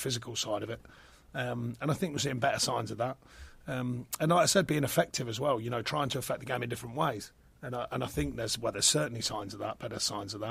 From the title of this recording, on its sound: Pre Match Press Conference